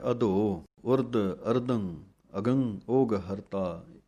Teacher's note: ਧੱਦਿਆਂ ਦੀ ਆਵਾਜ਼ ਭਾਰੀ ਦੇਣੀ ਹੈ ਅਤੇ ਘੱਗਿਆਂ ਦੀ ਆਵਾਜ਼ ਦੇਣੀ ਹੈ, ਗੱਗਾ ਨਹੀਂ ਲਾਉਣਾ